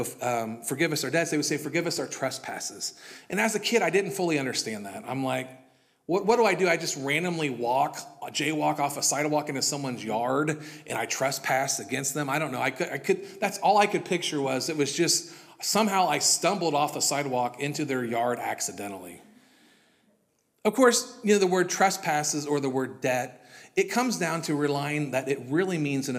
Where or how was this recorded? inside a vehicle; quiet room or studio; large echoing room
large echoing room